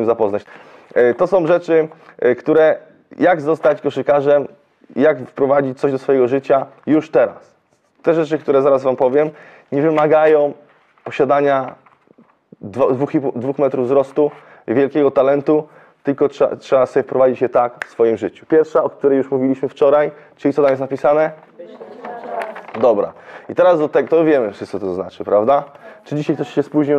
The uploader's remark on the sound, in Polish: Materiał nagrany podczas odprawy na Konsultacji Szkoleniowej w listopadzie 2022.